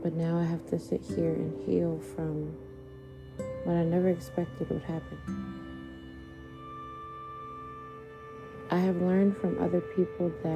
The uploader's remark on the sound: Sorry for the background noises